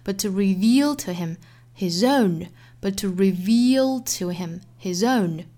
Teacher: but to 弱读，后面的 to him 也是做弱读，所以大家要格外注意这句话的节奏了。